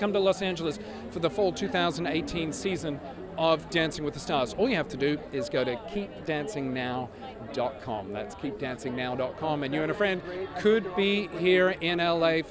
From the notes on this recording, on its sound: On the Red Carpet at Dancing With The Stars. Get a live look at the red carpet after every episode.